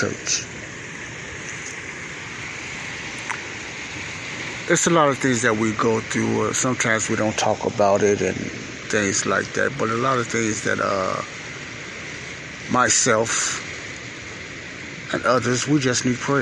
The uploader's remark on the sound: This is my weekly quiet storm time praying for myself and the saints of God while listening to the natural lake water sounds at lake shore drive in Chicago.